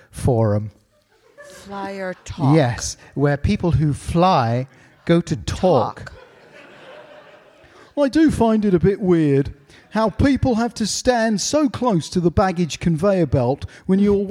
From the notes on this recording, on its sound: AT LONDON PODCAST FESTIVAL 2019. In front of a live audience at the London Podcast Festival.